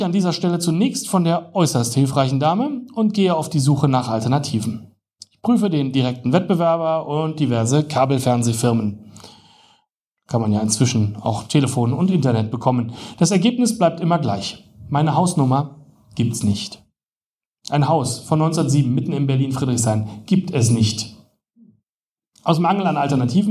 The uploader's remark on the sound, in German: Livelesung